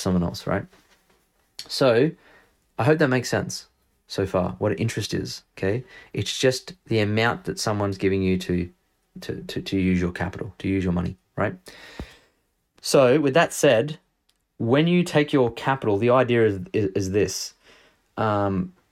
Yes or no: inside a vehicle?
no